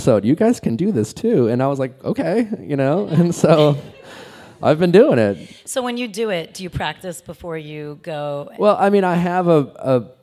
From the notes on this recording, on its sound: LIVE at the DEN for our last #DENtalksLIVE podcast event! We had SO much fun at this live event with him!